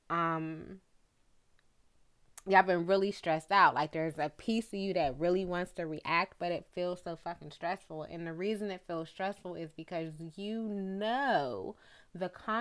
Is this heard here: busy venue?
no